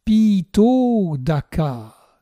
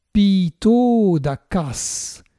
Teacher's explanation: C'est en réalité Pito Dakas, car il manque la sifflante sa finale à cause du sandi, la liaison avec le mot suivant · Shown in: first take · Pito Daka est un mot composé formé de pita et de Udaka.